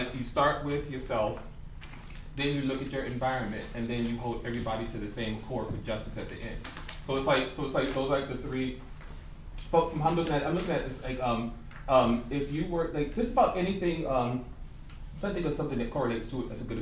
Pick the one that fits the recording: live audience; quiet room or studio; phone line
live audience